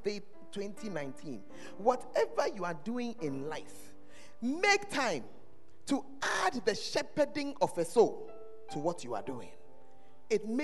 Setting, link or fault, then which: setting, large echoing room